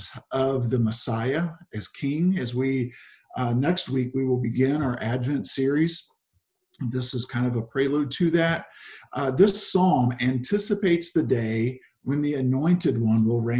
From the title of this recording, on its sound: Zoom Sunday 11/22/20 (Audio)